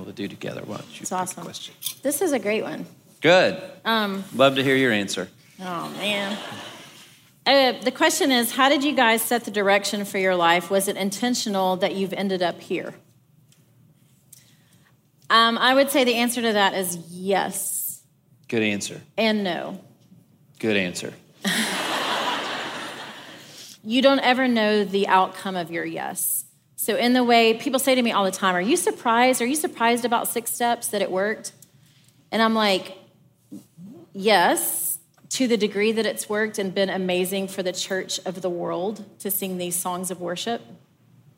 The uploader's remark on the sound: This conversation was recorded live at The Grove, a gathering for the women of Atlanta, Georgia.